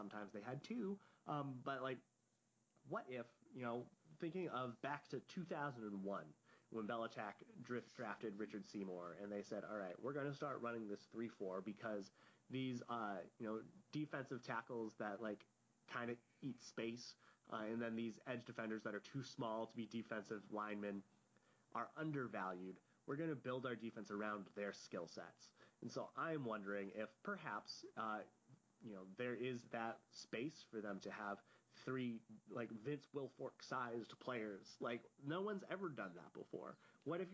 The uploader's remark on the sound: Audio is quieter on this podcast, as a heads up!